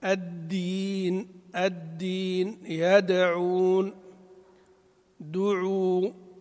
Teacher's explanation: الدال تخرج كما الطاء من طرف اللسان مع أصول الثنايا العليا. مما ينبغي لهذا الحرف إخراجه من مخرجه وتوفيته جهره، أن الدال مجهورة. الدين، الدين، يدعون، دعوا، أيحترز ألا تهمس، لأن لو همست صارت تاء، لأنها هي مخرج التاء، نفس مخرج التاء، فإذا همست انقلبت تاء فيحترز من ذلك.